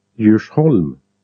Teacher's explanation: The consonant groups DJ, HJ, LJ and GJ. The initial letter is not pronounced in these groups, so all of them are pronounced as if they were Swedish J.